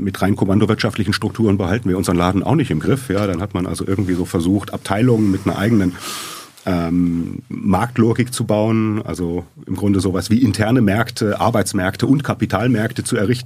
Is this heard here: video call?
no